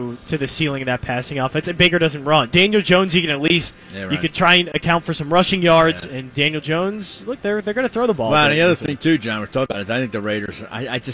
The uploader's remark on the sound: LIVE from the Parx Casino Sportsbook